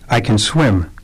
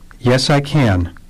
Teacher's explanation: 1. Kun, kin, or kn, short, unstressed, weak form. · Shown in: first take · Long, stressed, affirmative, strong form.